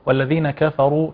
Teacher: نراعي ترقيق الكاف جيدا وتفخيم الراء